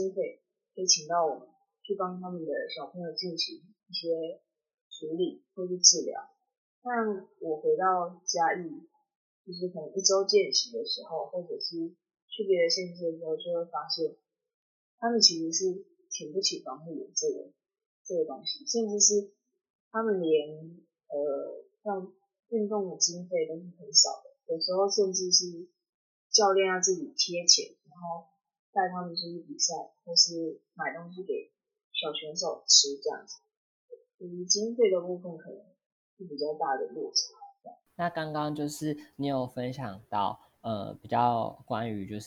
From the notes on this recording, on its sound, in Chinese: 本集因受收音影響，故雜音較多，敬請見諒。